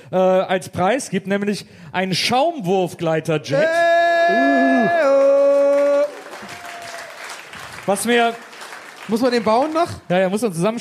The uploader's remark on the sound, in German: Ein wundervolles Live-Publikum im sommerlichen Leipzig. Im Kupersaal in Leipzig.